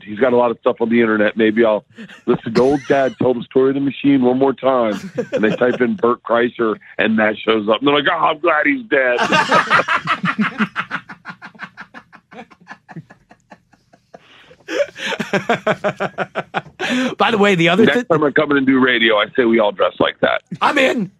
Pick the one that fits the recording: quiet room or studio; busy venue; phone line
phone line